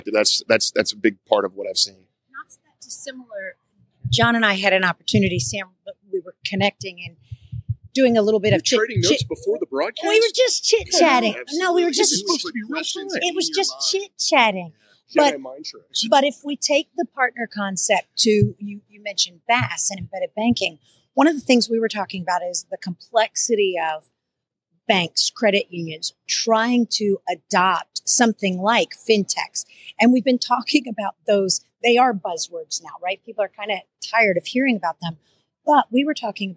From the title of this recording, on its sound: Live from Finovate Fall